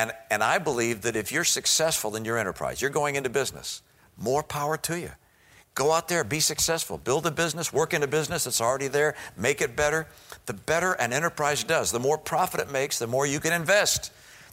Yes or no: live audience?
yes